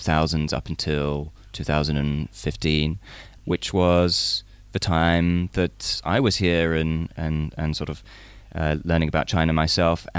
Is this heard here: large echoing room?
no